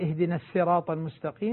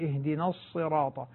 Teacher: أولا تفخيم الصاد حتى لا تكون سينا · Shown in: second take